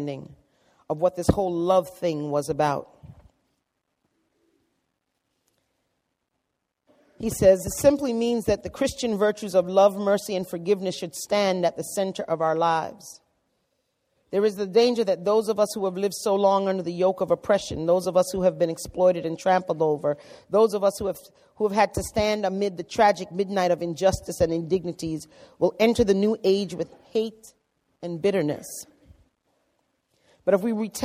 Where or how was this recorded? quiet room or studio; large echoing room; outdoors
large echoing room